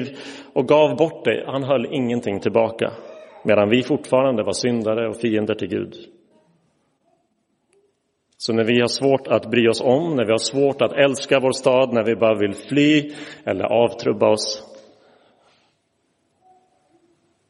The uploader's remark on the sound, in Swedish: Inspelad i Roseniuskyrkan den 29 oktober 2023.